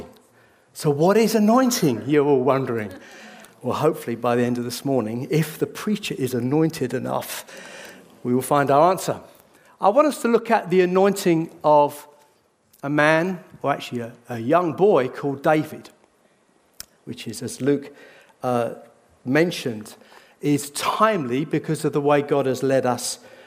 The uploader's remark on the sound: This sermon was recorded on Sunday 12th March 2023 at our Putnoe venue.